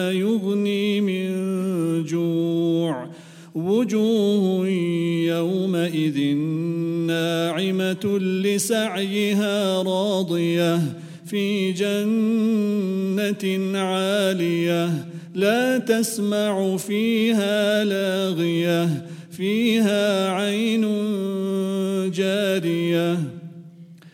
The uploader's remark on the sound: at The Houghton Masjid (West Street)